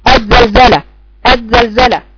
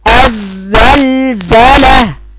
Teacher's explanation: ابعدي طرف لسانك، ابعدي طرف لسانك وعملي ابعدي، خلي فيه فرجة بين لسانك والمخرج، ابعدي طرف لسانك عن ثناياكي علشان يطلع صوت الصفير. لولا صفة الصفير في الزاي لصارت زالا · Shown in: second take · بعض الناس تقرأ الزال تقول مثلا الزلزلة، تقول الزلزلة الزلزلة كأنها زال، هي الزال.